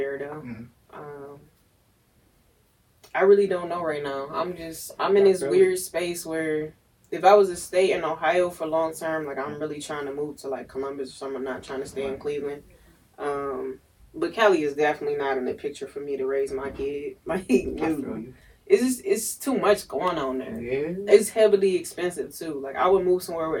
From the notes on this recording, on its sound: Sorry for the technical difficulties with the audio